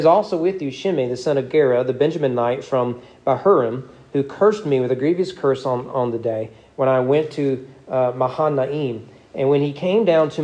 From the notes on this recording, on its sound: Sermon preached at East Frankfort Baptist Church on December 4, 2022 during evening worship.